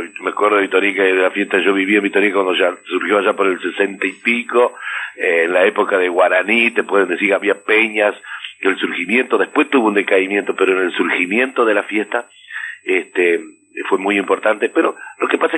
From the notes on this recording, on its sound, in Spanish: entrevista telefónica